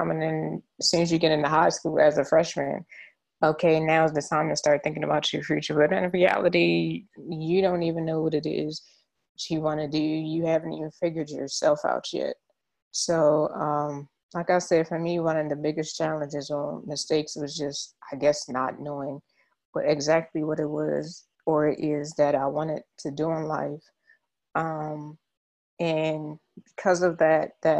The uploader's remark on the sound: Bare with us, our audio, and quality will continue to get better and better.